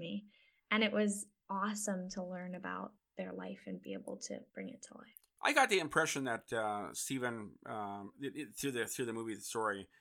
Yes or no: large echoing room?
no